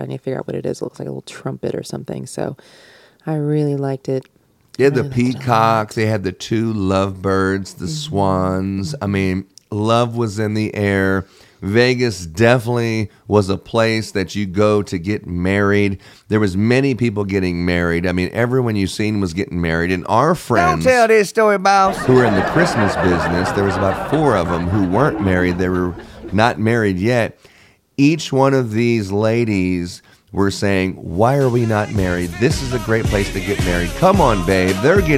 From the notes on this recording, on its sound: Were invited to Las Vegas to attend CLIPA Con 23 as our radio station. It was our first time having a booth and recording the show LIVE.